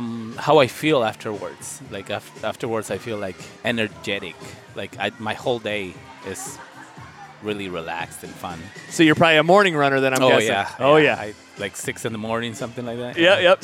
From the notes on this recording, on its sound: Live from the Good Life Halfsy expo! Welcome close to two dozen runners to his booth.